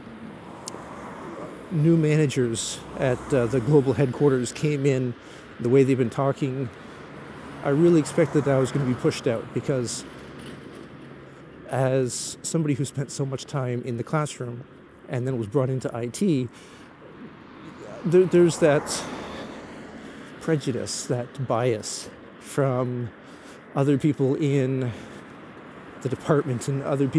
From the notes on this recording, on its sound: While walking home from the train station after a day trip to Tokyo, I rambled into the microphone.